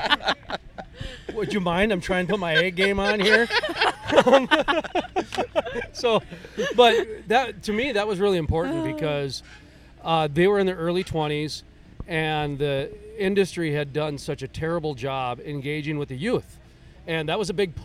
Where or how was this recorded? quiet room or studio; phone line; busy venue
busy venue